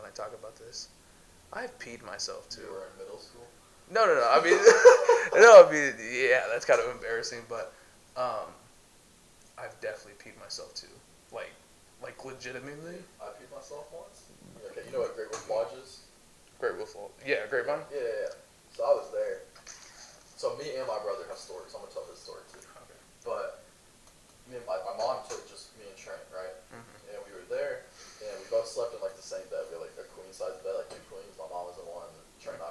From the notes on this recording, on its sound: We are still getting use to our equipment so some minor technical issues